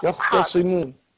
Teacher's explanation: أفخم القاء ورقق التاء